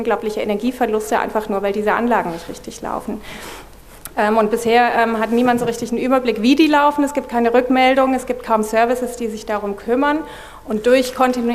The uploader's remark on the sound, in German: wollen wir gemeinsam mit dem Publikum diskutieren